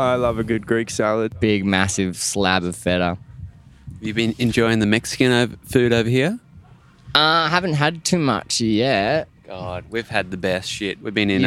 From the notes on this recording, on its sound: This episode was recorded live at Desert Daze 2022.